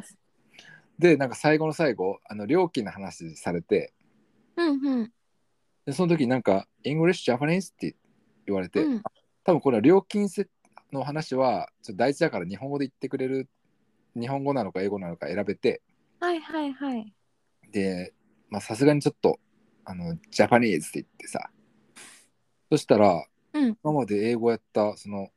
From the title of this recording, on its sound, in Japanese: 今日は久しぶりに遠隔収録